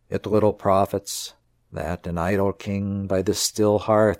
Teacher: Underneath it, a very regular metrical scheme, each line containing 10 syllables, with the stress falling on every other syllable